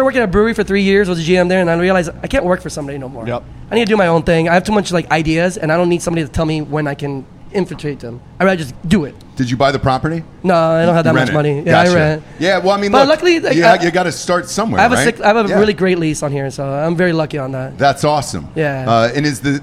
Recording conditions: busy venue